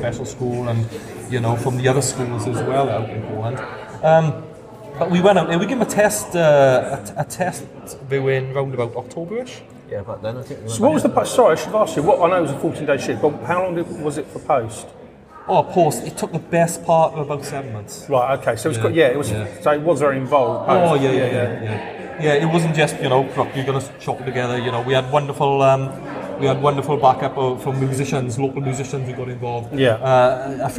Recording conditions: busy venue